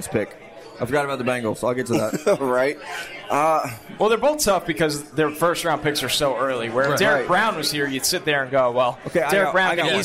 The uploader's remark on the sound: Senior Bowl Preview Live From Mobile. Live from Draft Picks Taproom in Mobile, AL.